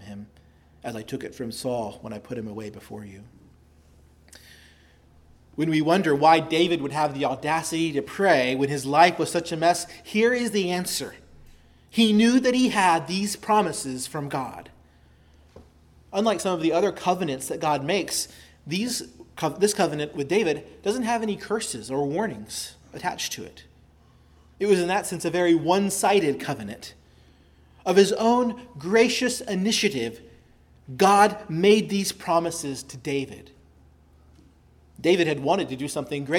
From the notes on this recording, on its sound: preached at Christ Our Savior Baptist Church